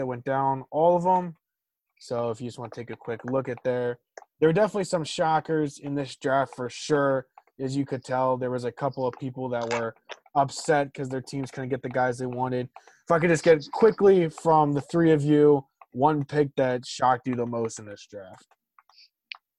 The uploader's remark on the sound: This was recorded using Zoom, hence why audio quality is not great and occasionally cuts in and out.